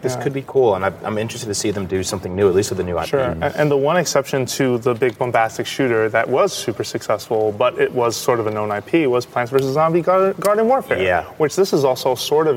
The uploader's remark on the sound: The Nintendo Voice Chat is coming to you live from E3 2014!